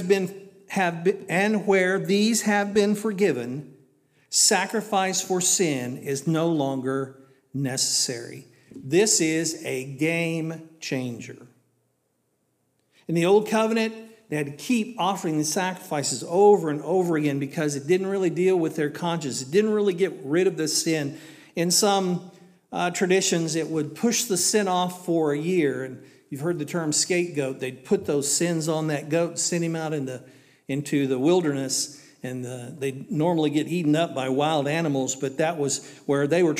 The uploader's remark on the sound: This was originally recorded at Palestine Church of Christ on Sunday Aug 13th, 2023.